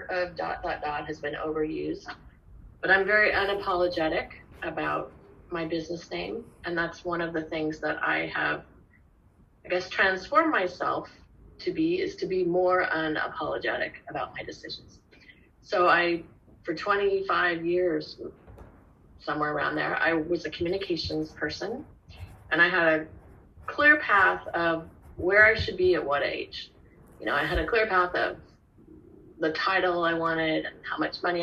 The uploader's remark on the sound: This podcast was recorded without any fancy microphones or editing equipment. Spoke via Zoom and I recorded it on my laptop’s voice recorder.